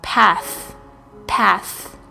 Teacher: th 是发这个咬舌音，就是说不触碰声带的这个咬舌音，它是 th，你这个舌头的位置呢应该是在你的两个门牙的中间，然后呢轻轻的咬住，不是完全的咬住，因为呢你必须要送气的时候让你的声音可以穿过这个齿间，但是呢不触碰声带。